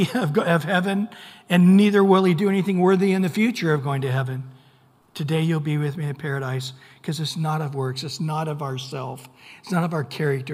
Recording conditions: large echoing room